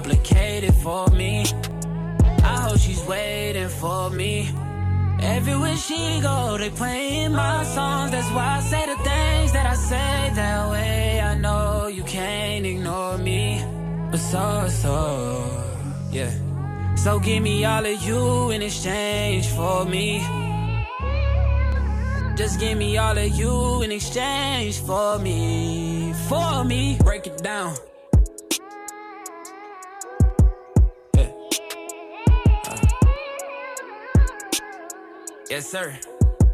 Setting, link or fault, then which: setting, busy venue